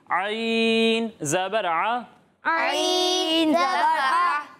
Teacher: عین جو ہے وہ حلق کے درمیان والے حصے سے ادا ہوتا ہے اور حمزہ جو ہے وہ حلق کے نیچے والے حصے سے پڑھا جاتا ہے.